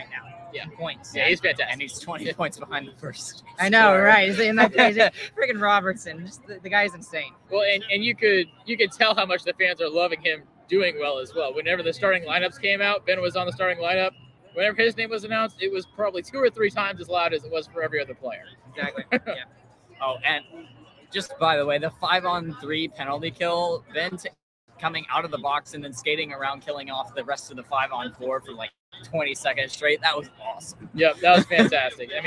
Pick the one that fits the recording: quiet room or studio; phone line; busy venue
busy venue